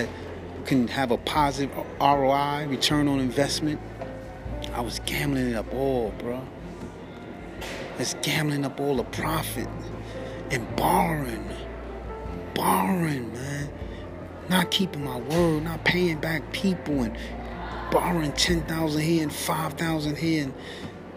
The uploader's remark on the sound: Please forgive me for all the background noice I taped my last two episodes at work and can’t control what goes.